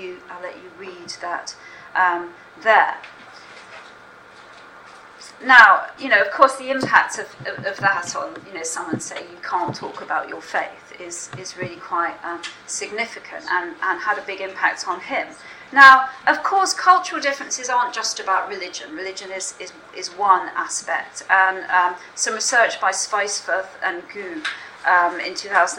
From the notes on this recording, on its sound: speaks at the SRHE Access and Widening Participation Network event Religion and Belief in Higher Education